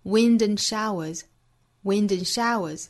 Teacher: 这里面涉及到辅元连读和 d 的省读。